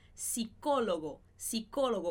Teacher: esse PS em espanhol, esse P não é pronunciado. Então, a gente fala psicólogo, psicólogo, como se não tivesse o P.